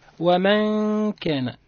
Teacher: النون ساكنة في لفظ ومن، عند كاف كان حكمها الإخفاء مع الغنة